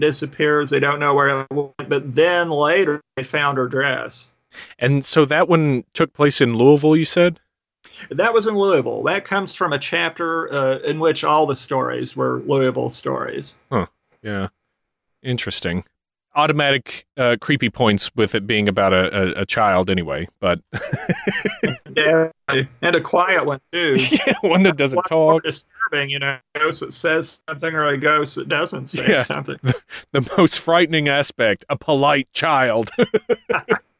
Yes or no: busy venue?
no